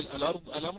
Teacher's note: الهمزة التي تسقط وتنقل حركتها إلى اللام